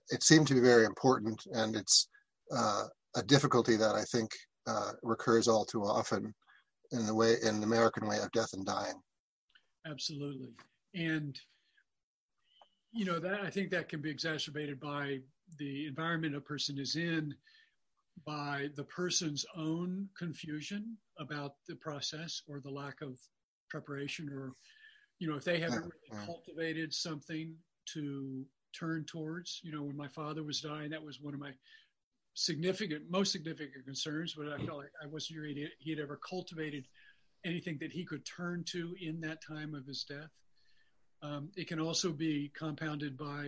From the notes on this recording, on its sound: In a forum held by the MRO’s Diamond Net initiative. With 98 people joining from their personal quarantines over Zoom. The full 90 minute recording of the Zoom session.